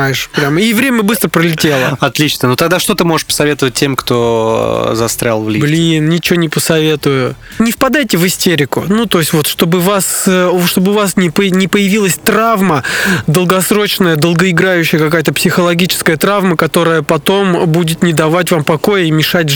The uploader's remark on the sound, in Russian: Выпуск подкаста записали в лесу.